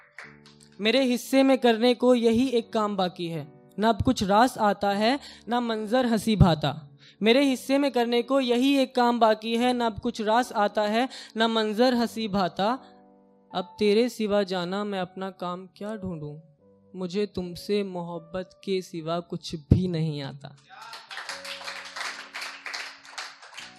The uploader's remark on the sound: The best audio performances from our weekly poetry events.